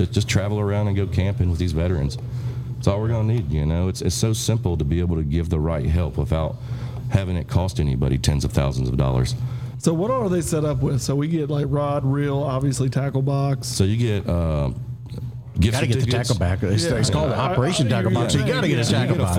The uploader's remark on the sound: Taped at Line Creek Brewing Co., Fayetteville, GA